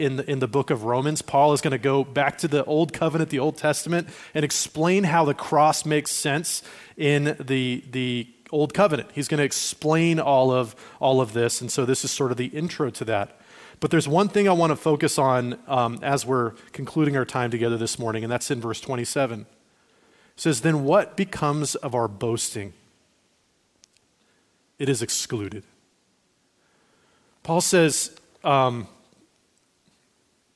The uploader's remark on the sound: Recorded at Liferoads Church in Spokane on June 18, 2023.